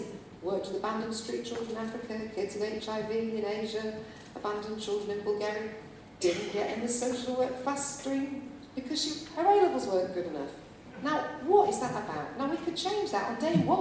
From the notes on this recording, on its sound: Bad audio quality. Apologies for the slightly dodgy audio quality here. Due to technical issues we had to rely on a back up recording.